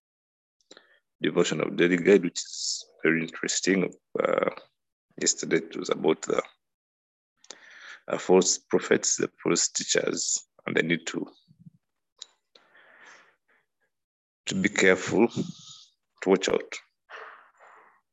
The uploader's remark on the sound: A recording from the 1st All Saints Cathedral Kampala Men's Discipleship Groups leaders' online training